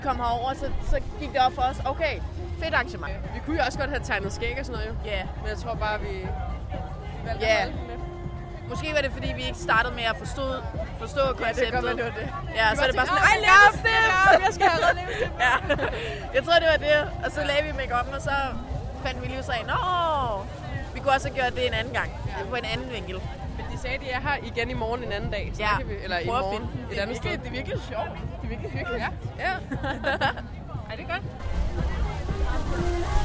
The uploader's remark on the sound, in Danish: Reportage fra KVINFOs ‘Er du køn?’ workshop på Roskilde Festival 2017